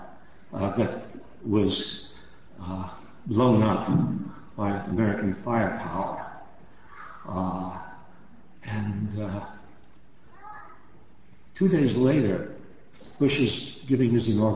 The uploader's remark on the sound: Recorded on January 29, 2005 at the First Parish Unitarian Church in Cambridge, MA.